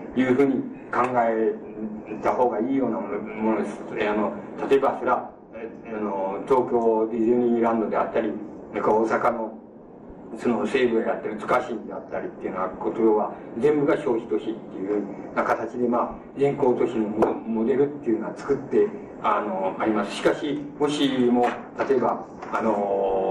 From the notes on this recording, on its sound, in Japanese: 主催：NKK都市総合研究所 場所：大手町・日本鋼管本社ビル。8人連続講演会 「アーバンコンファレンス21」 として行われた講演。周辺ノイズが入るが 内容はクリアに聞き取れる。